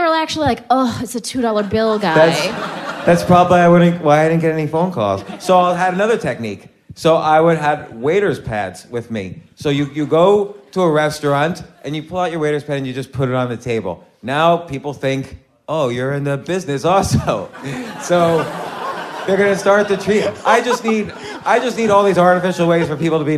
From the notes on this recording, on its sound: In January, the guys stepped out of the recording booth and onto the stage to hold a 90-minute live event at the Bell House in Brooklyn, NY. Listeners submitted questions for the event through social media.